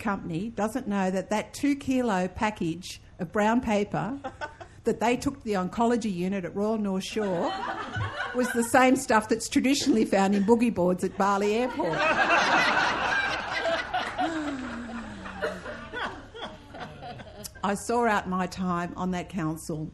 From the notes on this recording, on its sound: Recorded live at the National Gallery of Australia, Canberra.